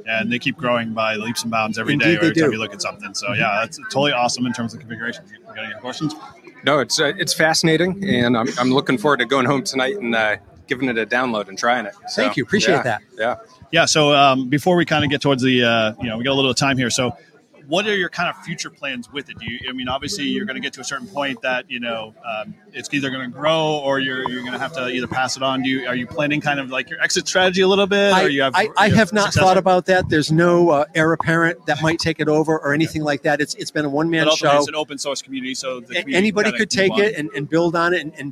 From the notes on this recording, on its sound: Live from the Northeast HamXposition in Marlboro, Massachusetts!